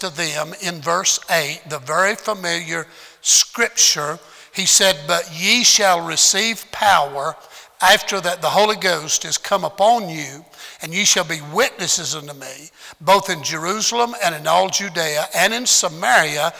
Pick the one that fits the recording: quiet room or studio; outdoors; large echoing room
large echoing room